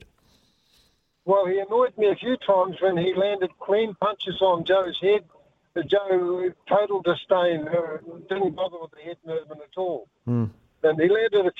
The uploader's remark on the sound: opens the phone lines for the first time in 2023!